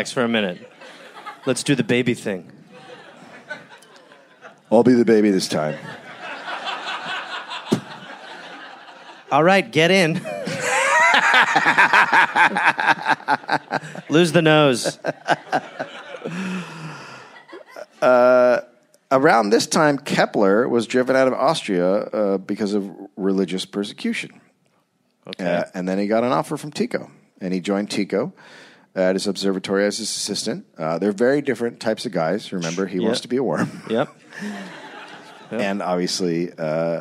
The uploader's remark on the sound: Recorded live in Copenhagen.